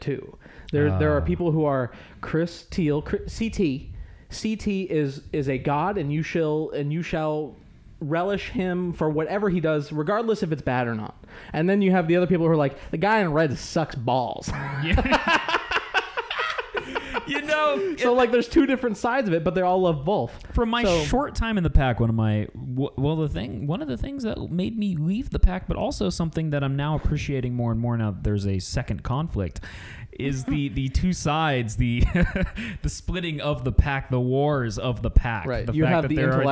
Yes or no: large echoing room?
no